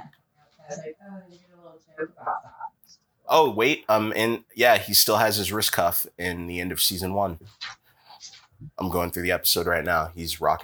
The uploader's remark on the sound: we recorded this MONTHS ago and realized quite some time later that there was a problem with the audio